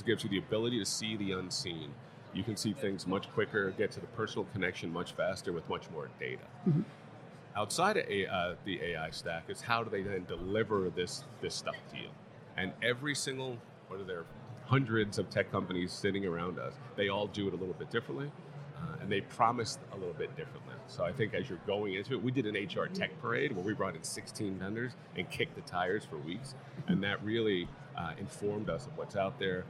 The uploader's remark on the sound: Live at the HR tech 2022 conference